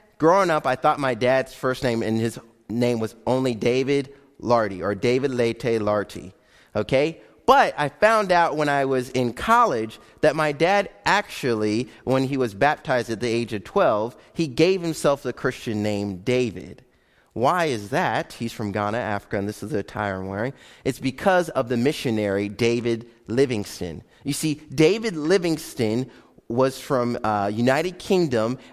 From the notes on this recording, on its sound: Live Broadcast of Faith Baptist Church